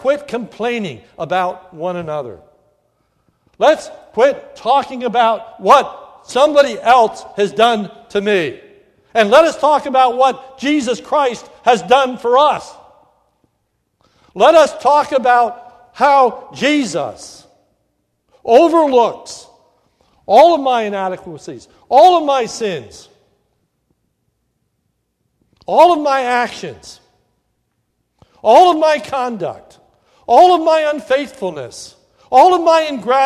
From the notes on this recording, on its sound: This is a sermon recorded at the Lebanon Bible Fellowship Church in Lebanon, PA om 8/14/2016 during the morning service.